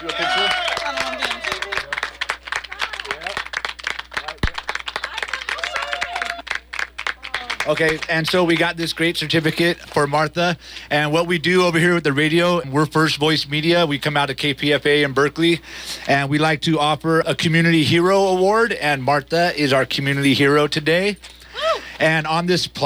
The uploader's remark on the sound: Interviews from the recent Resource Fair in Antioch. Music performed live from the Resource Fair.